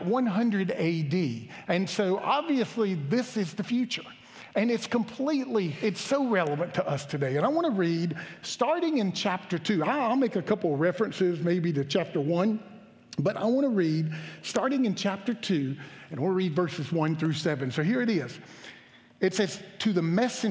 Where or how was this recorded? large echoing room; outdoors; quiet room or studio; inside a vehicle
large echoing room